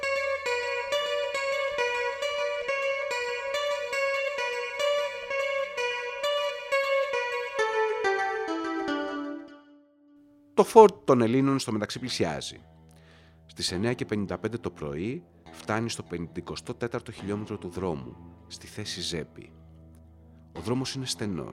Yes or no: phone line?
no